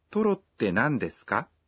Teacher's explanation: Thêm Ka. Ở cuối câu và lên giọng khi nói thì sẽ được câu hỏi